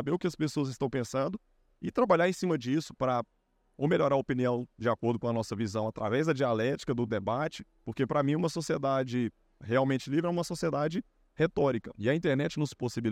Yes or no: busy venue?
yes